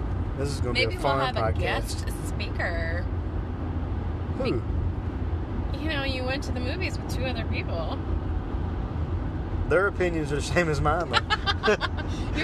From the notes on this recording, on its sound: It's on the road this time! Finally squeeze one out while driving to their date.